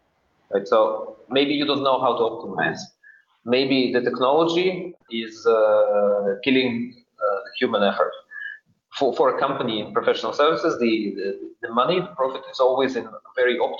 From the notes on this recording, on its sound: joined us on this panel webinar